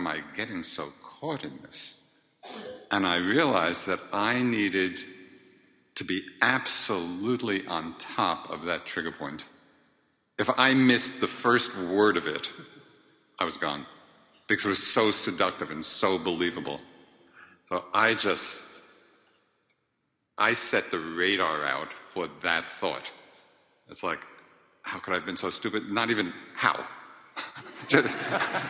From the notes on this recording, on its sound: Recorded live from the Insight Meditation Society’s 40th anniversary benefit.